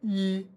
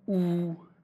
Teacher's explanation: The tongue is more forward than for oo. · Term: high front vowel